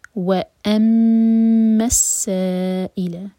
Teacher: وأما السائل میم پر شدہ ہے تو میم پر غنہ کیا جائے گا، ہول کریں گے، اور سا چار حرکہ لمبا ہوگا، مد کے بعد حمزہ آ رہا ہے اسی ورڈ کے اندر، تو یہ ہے مد متصل.